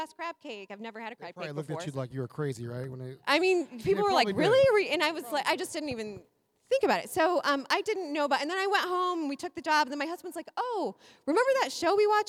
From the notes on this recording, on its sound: Live at the Library. Live Episode.